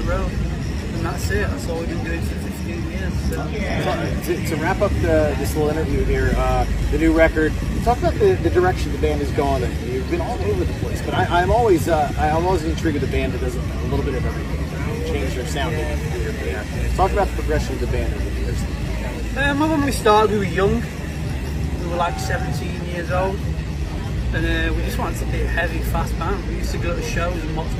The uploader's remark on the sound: At EpiCenter 2019. Might have the turn up. Outside on a windy day with bands playing.